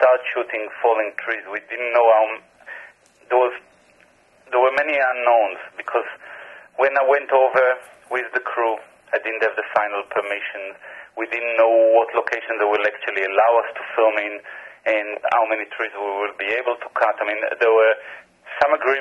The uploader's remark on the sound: via phone